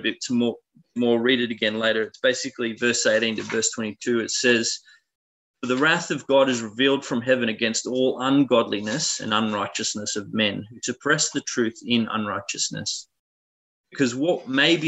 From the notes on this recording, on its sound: Talk 1 from the Wednesday United zoom meeting on 20 January 2021.